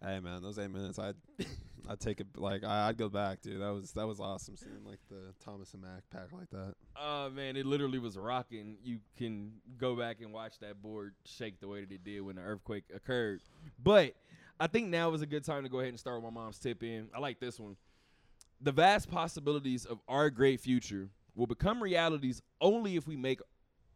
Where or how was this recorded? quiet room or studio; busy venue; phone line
busy venue